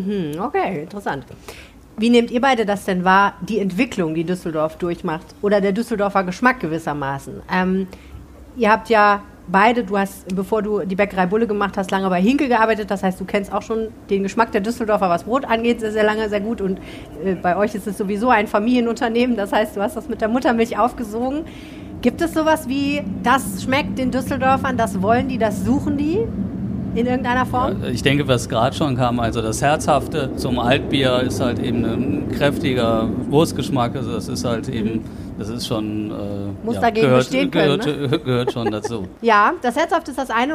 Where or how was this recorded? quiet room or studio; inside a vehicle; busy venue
busy venue